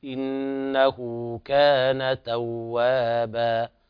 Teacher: كذلك في قوله تعالى إنه كان توابا، عند الألف الأولى مد طبيعي والألف الأخيرة المنونة تقلب مد طبيعي عند الوقف. إنه كان توابا، هكذا يعني لا يزيد عن حركتين.